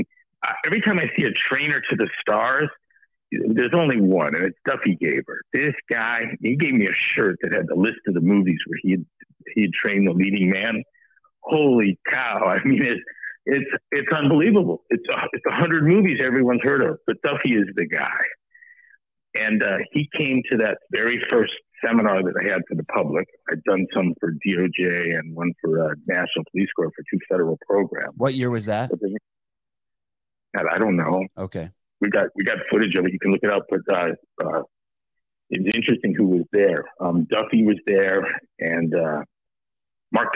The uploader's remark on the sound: Live Call